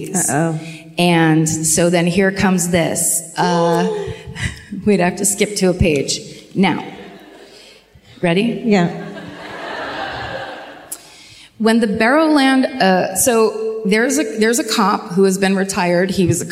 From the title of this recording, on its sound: Live at the O2 Academy in Glasgow